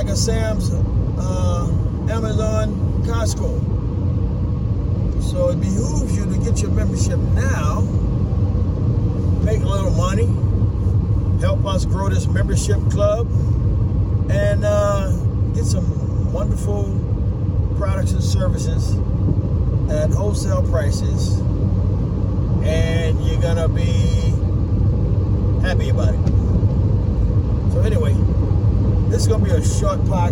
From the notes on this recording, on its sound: From the car episode while running errands on Super Bowl weekend. Please excuse the background noises.